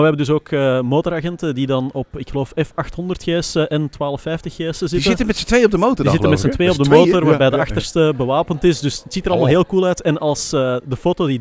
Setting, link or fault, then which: setting, busy venue